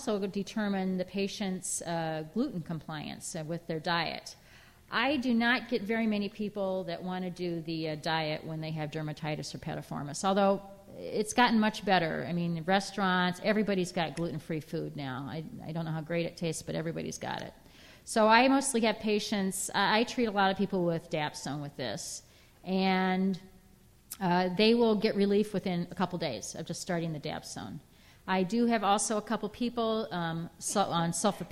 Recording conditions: live audience